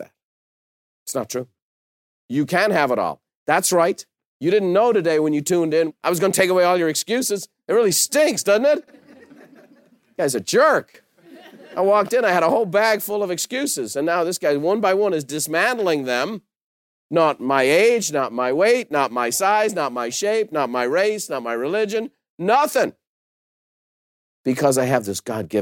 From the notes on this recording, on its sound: recorded in front of a live studio audience